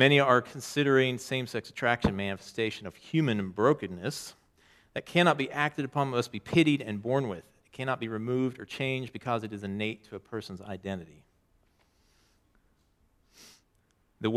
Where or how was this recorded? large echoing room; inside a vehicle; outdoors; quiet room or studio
large echoing room